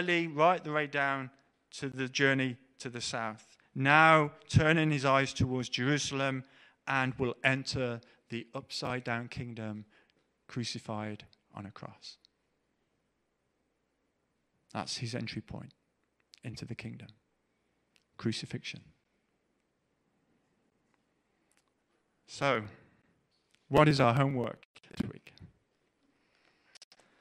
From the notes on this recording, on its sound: Preached at The LCC Sunday Service